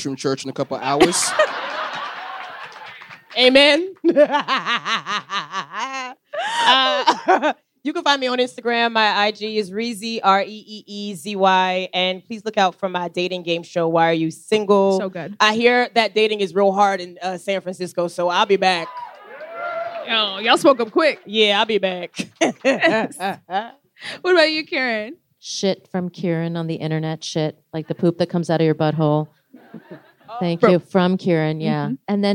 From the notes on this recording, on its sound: Scam Goddess Live in San Francisco. Scam Goddess Live at Sketchfest 2024. In the sold-out Cobb’s Comedy Club.